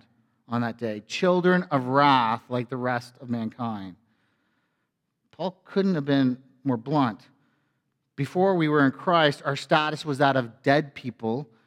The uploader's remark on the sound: A sermon from FBC Church in Cobourg,